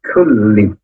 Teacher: Ha, panjang dua harokat, fi dua harokat, kulli huruf kaf berdesis. Pangkal lidah agak ke depan, punya sifat hamas sehingga dikeluarkan nafasnya. Kulli. Tapi ketika lam tasdid itu tidak boleh kulli.